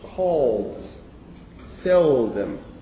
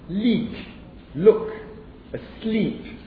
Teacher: the back of the tongue is raised towards the soft palate, and that produces a slightly different sound · Shown in: first take · Term: dark L